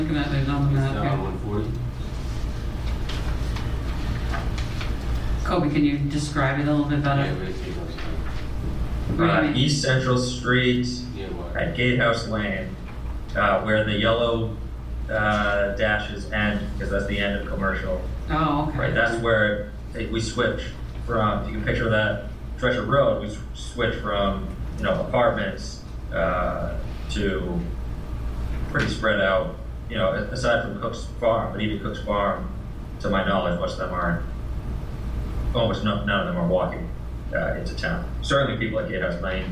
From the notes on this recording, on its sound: Audio recording of the Economic Development Subcommittee (EDC) held on Wednesday, September 6 , 2023 in the Council Chambers. This session of the radio show shares the audio recording of the Economic Development Subcommittee (EDC) held on Wednesday, September 6 , 2023 in the Council Chambers.